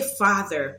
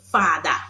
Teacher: So the voice TH, you replace it with a D. And then the ER is replaced with an A. · Shown in: second take